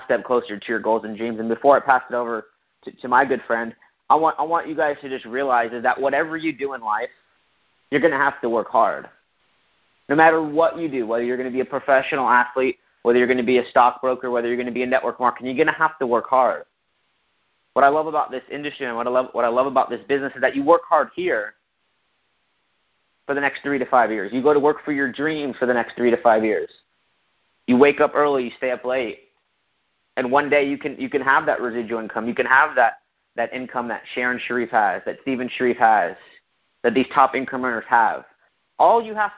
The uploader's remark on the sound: PowerHouse Network Leadership conference call.